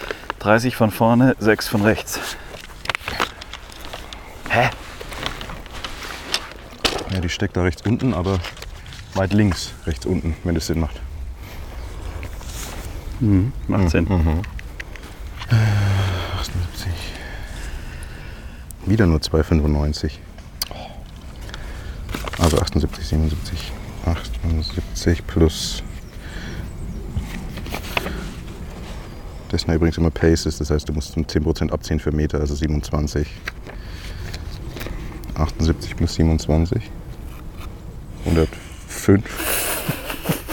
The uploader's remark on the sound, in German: 9 Loch im Wittelsbacher GC Mic´d up. Beide waren die gesamten 18 Loch über verkabelt und heute hörst Du die ersten neun Loch dieser Runde.